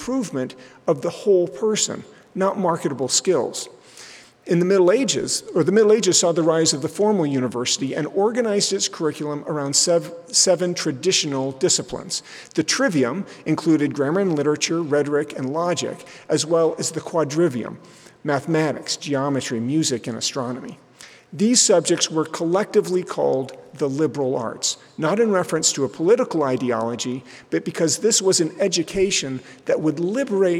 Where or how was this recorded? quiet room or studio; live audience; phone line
live audience